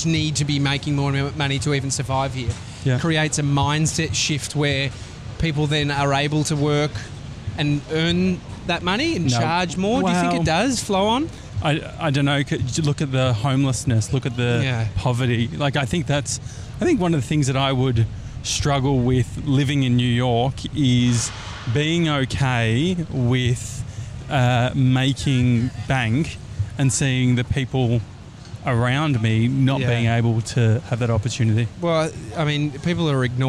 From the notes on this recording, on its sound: Walking The High Line In NYC. The High Line is a former New York Central Railroad, now 2.3KM park. While we walk along the park, we chat. We do a live vox-pop!